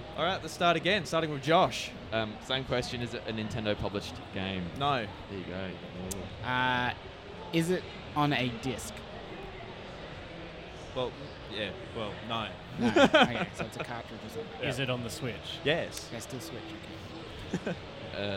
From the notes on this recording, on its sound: PAX Australia 2022 returned for the first time since 2019 and of course we carried on the annual Audio-Technica booth recording at the convention!